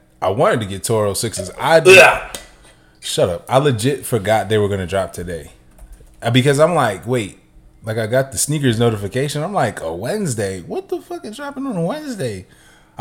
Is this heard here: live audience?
no